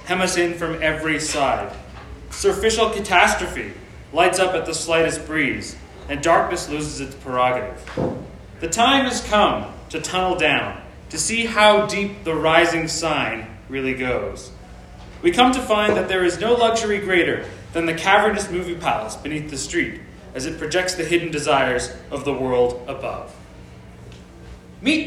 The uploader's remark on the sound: Performed Live at No Tomorrow Gallery in Underground Atlanta.